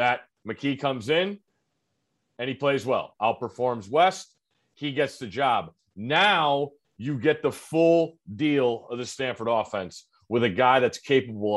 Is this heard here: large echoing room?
no